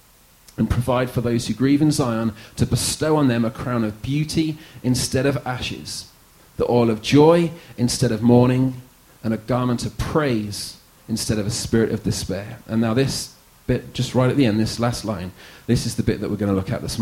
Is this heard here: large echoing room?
yes